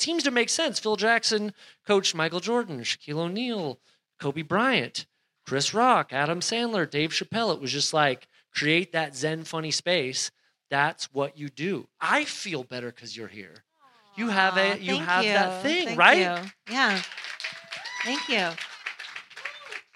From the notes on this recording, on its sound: live interview, recorded at the Alamo Cinema, April 29, 2023